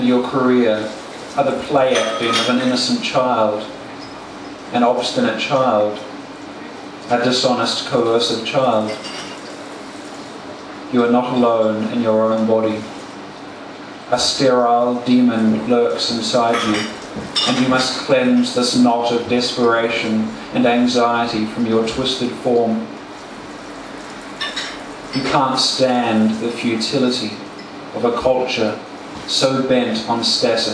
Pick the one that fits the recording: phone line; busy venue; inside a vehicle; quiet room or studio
busy venue